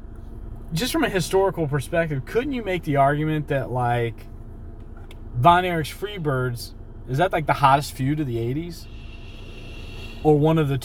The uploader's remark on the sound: we recorded this in the movie theater parking lot, while sitting in the car, and so the quality is not as good as usual